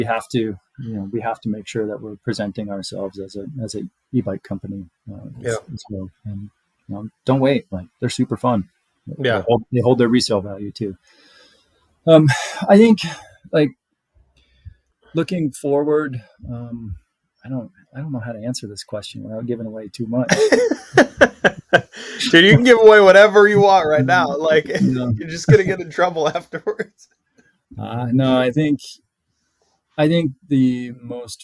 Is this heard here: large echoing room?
no